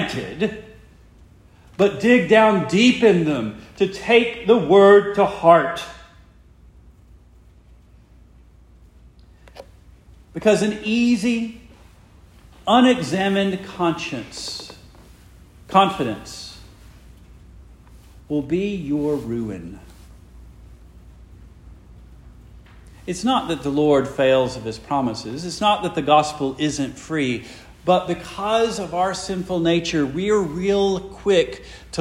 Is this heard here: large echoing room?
yes